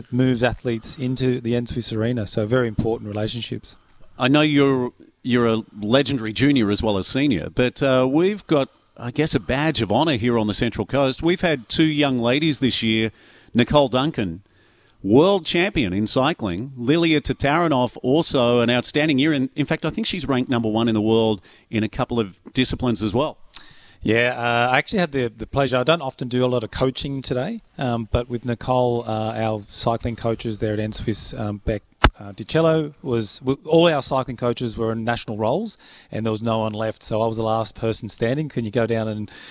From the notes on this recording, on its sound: are live from the regional academies of sport coaches conference